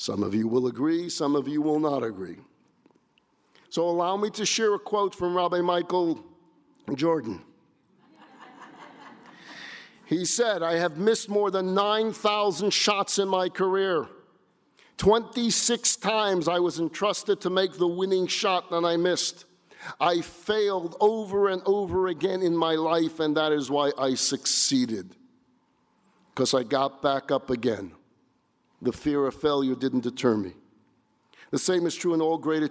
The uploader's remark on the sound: This lecture was delivered at the 16th annual National Jewish Retreat.